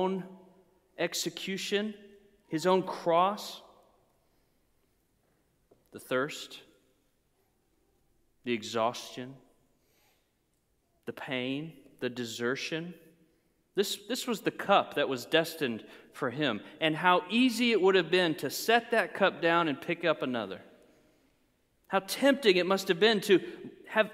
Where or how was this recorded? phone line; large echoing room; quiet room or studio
large echoing room